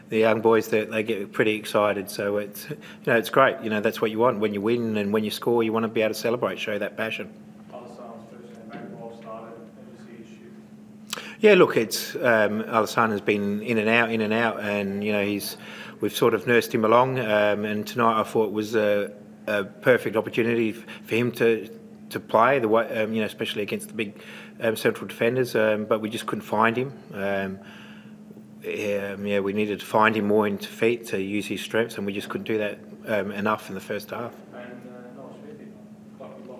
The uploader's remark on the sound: Post-match Press Conference